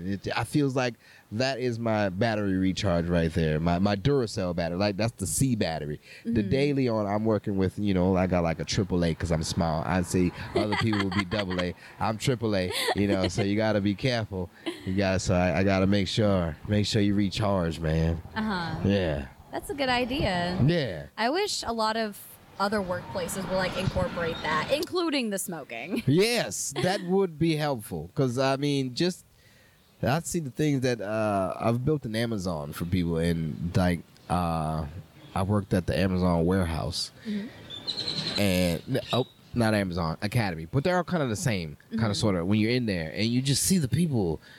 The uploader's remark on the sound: outside our home for poetry, Avant Garden.